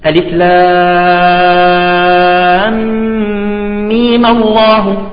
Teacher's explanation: نمد الحالة الأولى الميم حركتين ونفتحها ونصلها بالله بلفظ الجلال